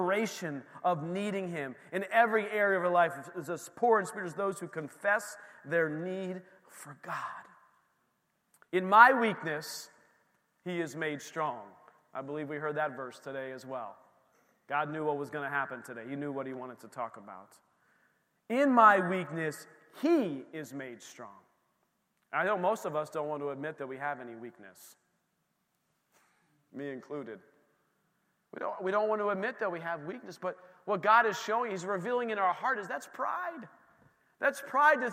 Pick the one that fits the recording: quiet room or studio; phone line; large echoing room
large echoing room